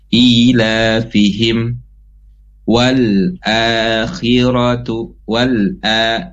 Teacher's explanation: Ila fihim wal akhiratu wal a, itu hamzah dibaca panjang dua harokat dinamakan mad badal.